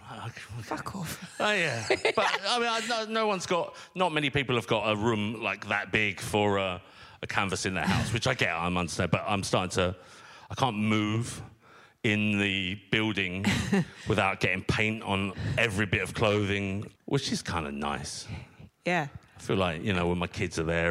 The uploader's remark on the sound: Live At The London Podcast Festival. It's the first thing we've done in front of a live audience post-lockdown. Before a small, socially distanced gathering at King's Place.